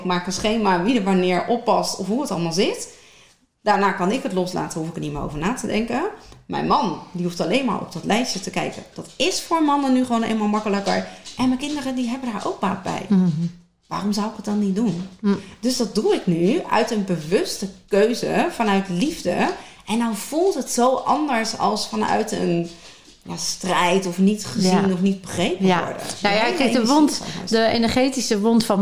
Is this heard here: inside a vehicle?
no